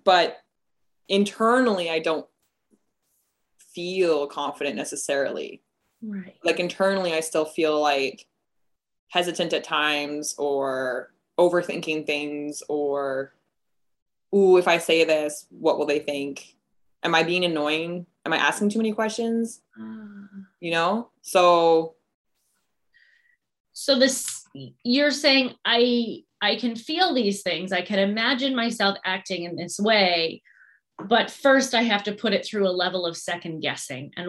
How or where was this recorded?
video call